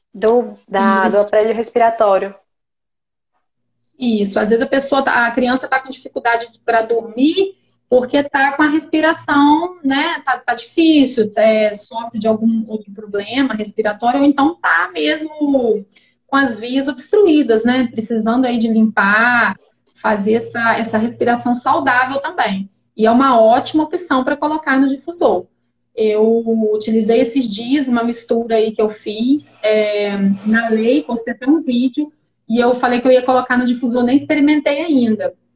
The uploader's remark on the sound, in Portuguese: gravado em Live no Instagram no dia 26-10-2020